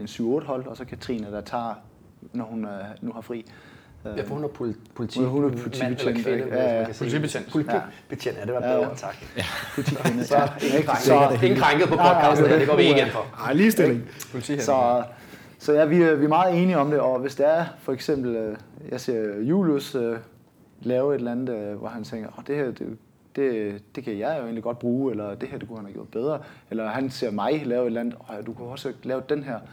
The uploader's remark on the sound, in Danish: Episode 43 er optaget under vores tur til Århus i februar og er selvfølgelig optaget i boxen det handler om, nemlig CrossFit Aros